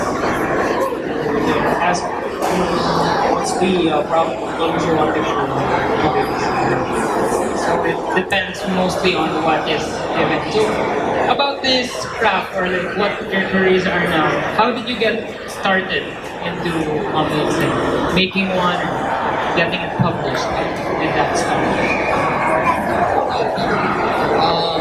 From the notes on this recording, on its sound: CHOPSOY Comics Interview at Cebu Lit Fest 2018. Cebu Lit Fest 2018 panel interview.